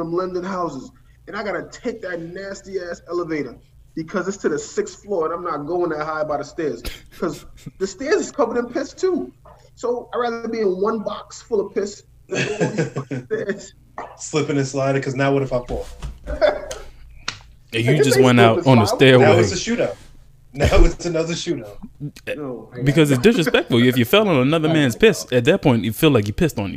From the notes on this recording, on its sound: Why was the episode so laggy? I blame twitch. The episode was streamed live on twitch and about 40 minutes of podcast was lost. I apologize in advance for the random ending.